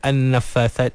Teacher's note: Ada nun yang bersabdu, nun musyaddadah. Jadi kena digunnahkan tu seimbang, seragam. Semua gunnah tu biar diberi sama panjang.